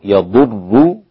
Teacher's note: قرأت بالتشديد هكذا مع ضم الراء مع ضم الضاد